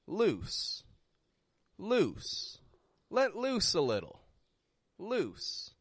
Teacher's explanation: loose, loose, is very quick in the vowel. And it goes straight into an S.